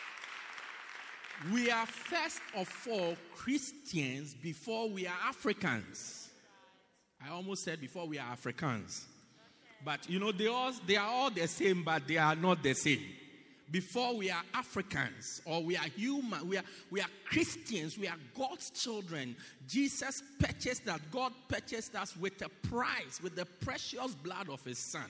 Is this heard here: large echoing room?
yes